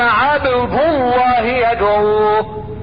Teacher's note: انا عندي اللام في عبد الله، اللام في لفظ الجلالة مفخمة لوقوعها بعد ضام